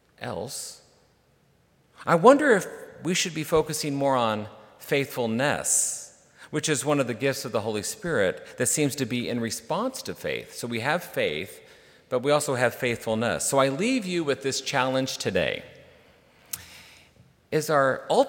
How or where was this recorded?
large echoing room